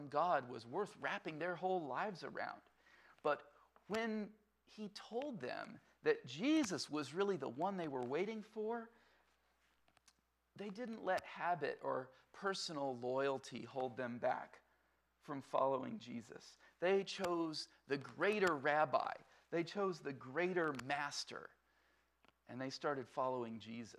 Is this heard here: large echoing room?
yes